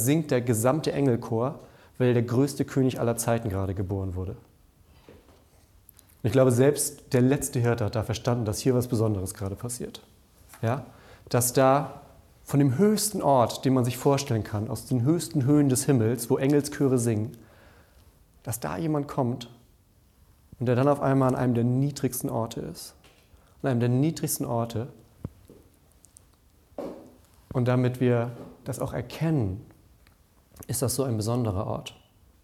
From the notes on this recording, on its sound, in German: Unsere Predigt aus dem Nachtgottesdienst an Heiligabend.